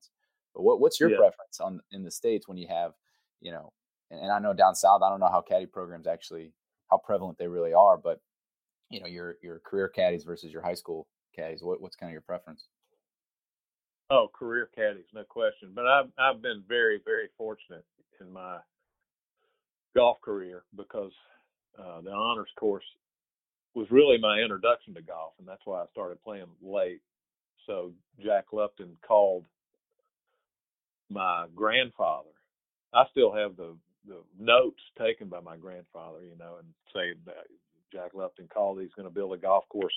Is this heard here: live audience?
no